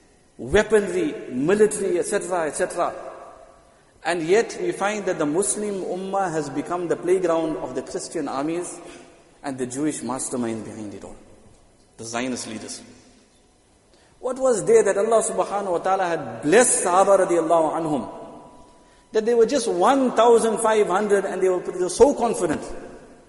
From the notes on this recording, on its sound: Jumuah lecture at Masjid ut Taqwa 20 Jan 2023.